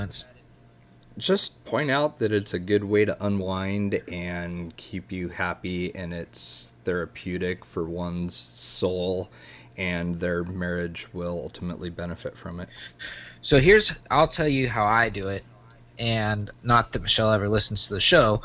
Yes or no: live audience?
no